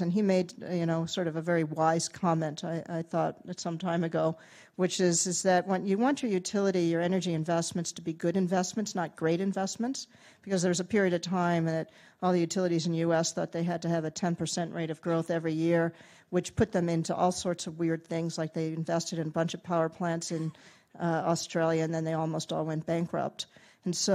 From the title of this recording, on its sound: Keynote presentation